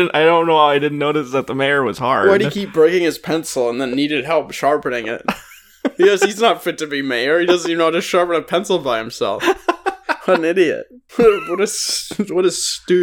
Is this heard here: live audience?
no